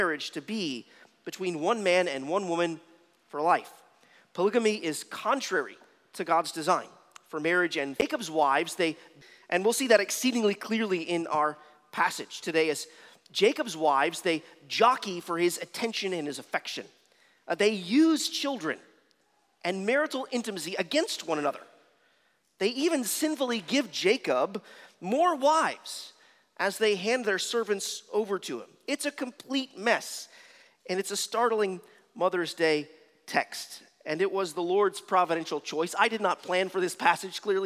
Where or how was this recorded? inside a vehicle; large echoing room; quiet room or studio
large echoing room